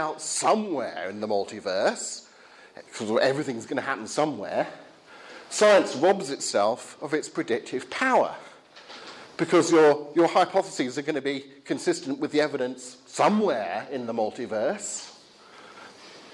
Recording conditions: large echoing room